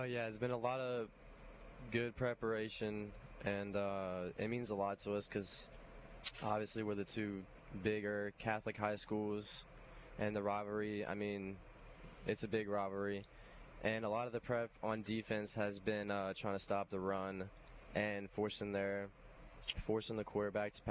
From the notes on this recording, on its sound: High School Gameday at St. Michael. LIVE at SMCHS!